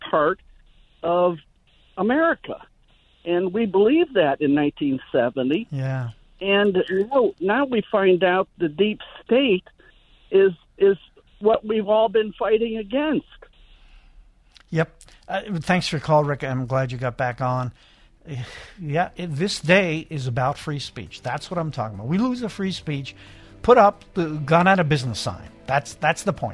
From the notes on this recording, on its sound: We open the phone lines to hear from you!